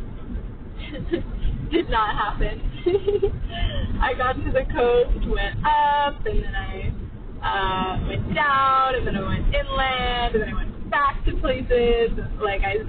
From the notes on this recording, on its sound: Quality is an illusion, this episode sounds like I made it underwater.